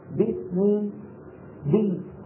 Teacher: الباء طلعت بتباعد الشفتين عن بعض وانتهت الباء